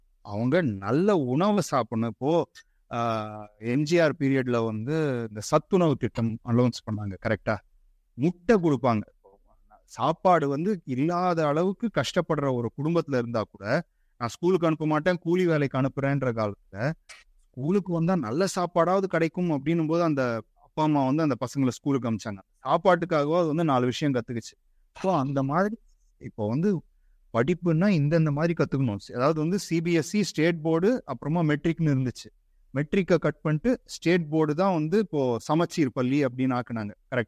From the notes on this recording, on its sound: Our first online recording version of the podcast.